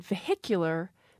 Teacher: I put the H back in, though, in vehicular, because then the syllable is stressed.